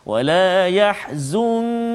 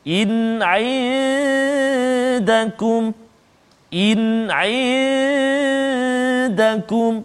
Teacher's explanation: bacaan kita dengung dengan kadar dua harakat · Term: ikhfa hakiki